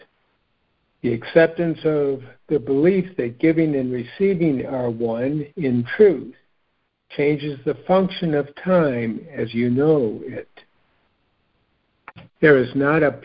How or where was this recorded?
phone line